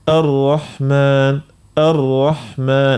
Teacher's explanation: عنا في الراء بنحاولوا نقصوا من التكرير